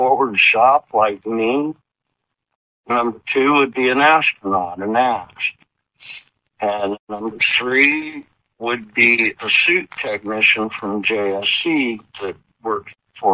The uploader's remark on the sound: Via phone, so the audio quality is not pristine. However, we have done our best to clean it up.